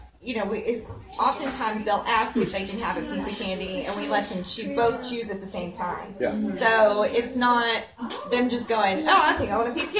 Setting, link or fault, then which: setting, busy venue